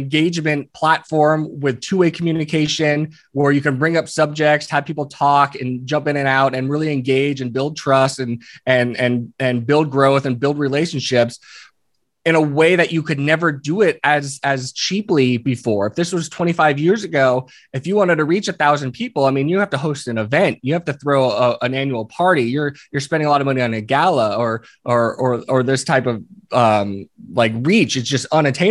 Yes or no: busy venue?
no